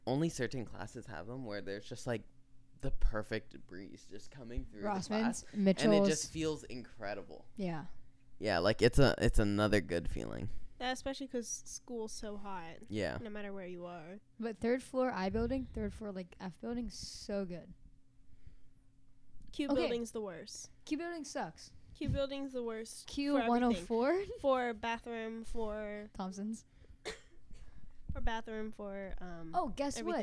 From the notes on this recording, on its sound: Please excuse our mic levels, we were all very excited.